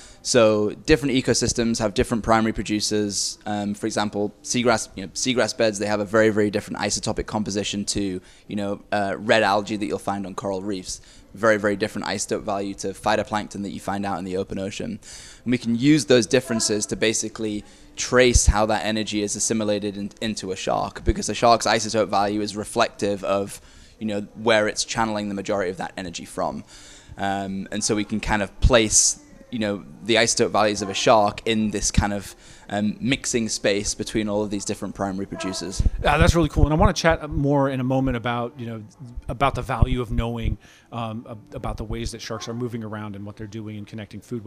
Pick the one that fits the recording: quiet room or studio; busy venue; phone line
busy venue